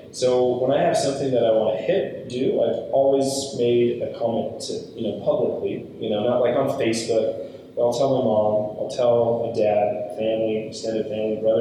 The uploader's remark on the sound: Sorry about the audio, the primary got lost, and so this is on the backup audio.